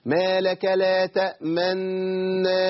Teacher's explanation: أنا النون عندي ساكنة، لكن بأومئ بعضو الشفتين إشارة إلى الضم، يعني بأشير إلى الضم. · Term: الإشمام